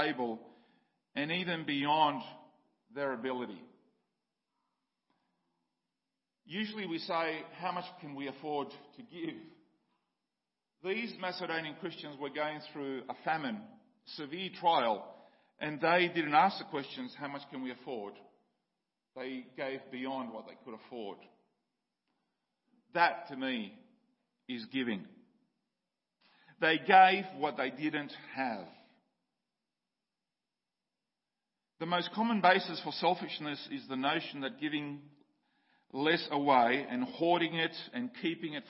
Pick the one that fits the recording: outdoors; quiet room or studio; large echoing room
large echoing room